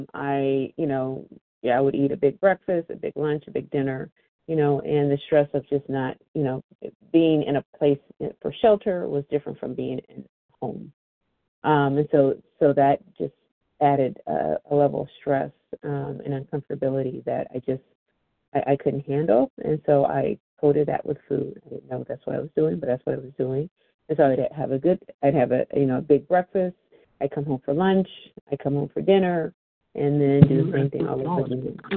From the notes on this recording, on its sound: 100 Pounders Phone Meeting